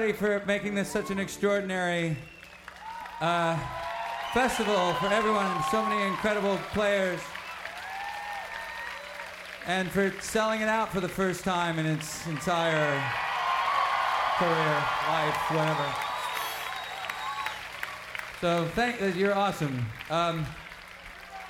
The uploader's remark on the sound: live at the 2011 Newport Folk Festival in Newport, R.